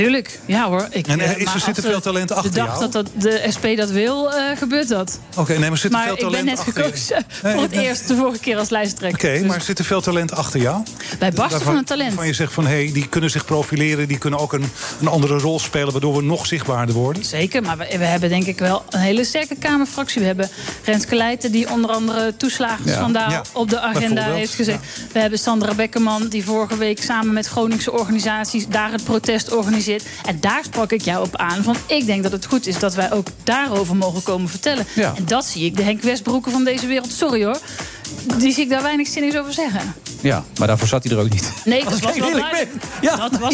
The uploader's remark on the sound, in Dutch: live vanuit de Lobby van het Double Tree by Hilton Hotel in Amsterdam